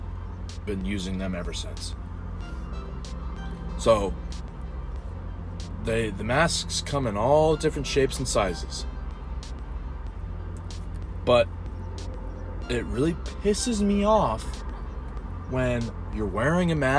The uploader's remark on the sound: I sit in my car on my lunch break and eat my lunch